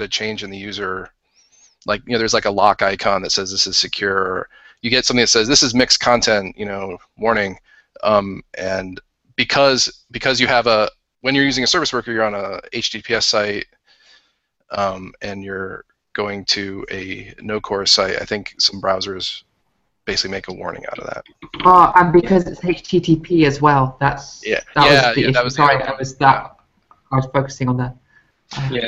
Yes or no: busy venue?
no